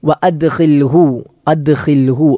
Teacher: ഖ എന്ന അക്ഷരമാണ്, തൊണ്ടയുടെ മുകൾ ഭാഗത്ത് നിന്ന് പുറപ്പെടുന്ന അക്ഷരമാണ്